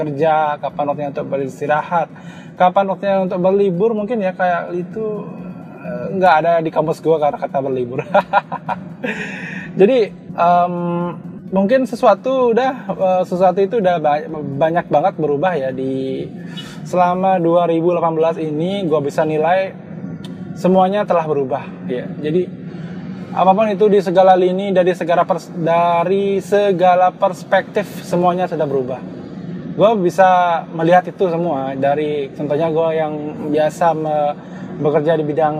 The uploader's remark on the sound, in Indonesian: maaf suara gw kurang jernih karena gw rekam podcastnya lagi di jalan sambil nyetir